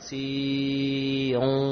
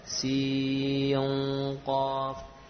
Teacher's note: nun sukun pada sin bertemu dengan qaf di awal huruf atau ejaan huruf qaf, terjadilah ikhfa dengan gunnah yang tebal.